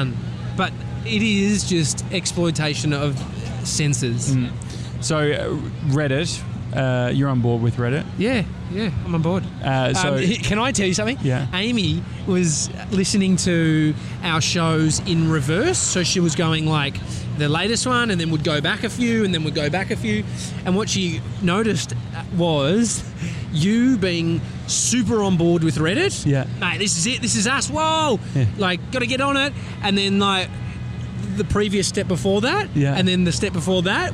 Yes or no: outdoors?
yes